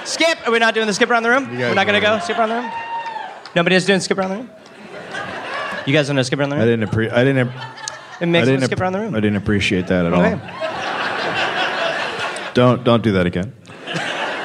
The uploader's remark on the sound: Live in NY